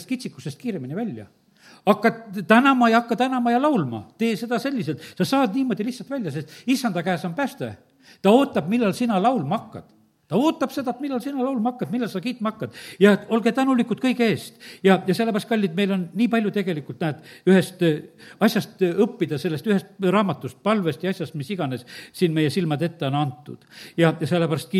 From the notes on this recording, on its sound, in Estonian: Audio salvestus koosolekult